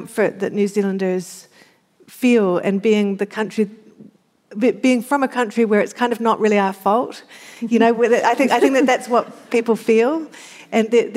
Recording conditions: live audience